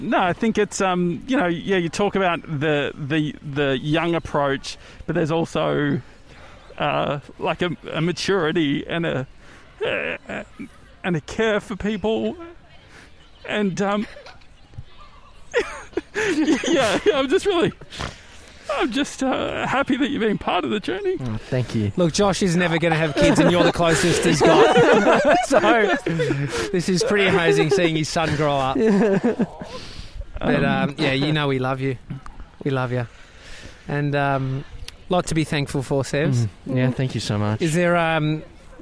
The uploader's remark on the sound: We're live from Edinburgh Gardens